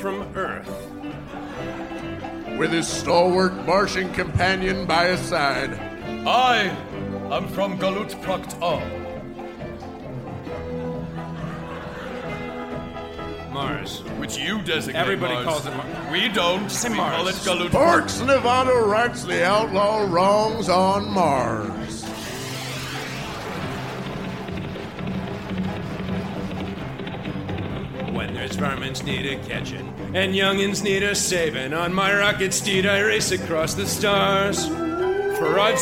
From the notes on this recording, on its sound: Recorded Live 11/6/2010 at Largo, Los Angeles.